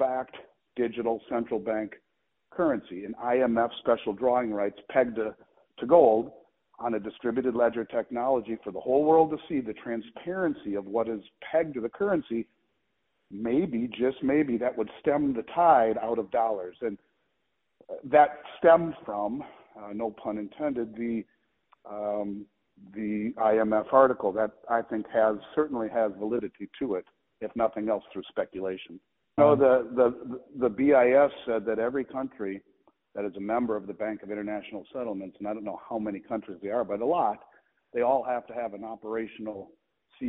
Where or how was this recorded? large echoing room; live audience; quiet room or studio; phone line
phone line